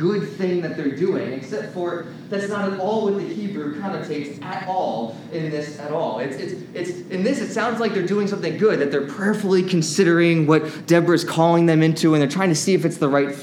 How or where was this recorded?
large echoing room